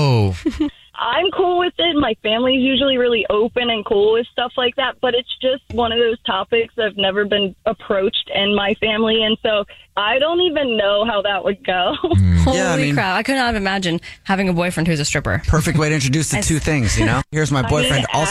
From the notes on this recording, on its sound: The woman on the phone